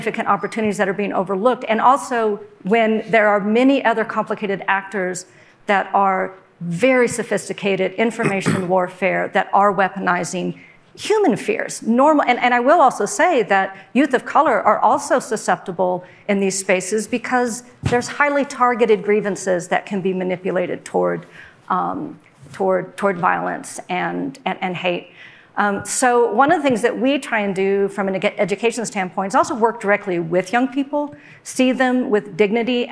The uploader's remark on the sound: In this panel at the 2022 Aspen Ideas Festival